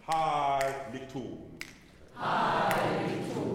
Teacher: I've had some choirs turn that T to a Z. I don't like that. Just keep it as a T there.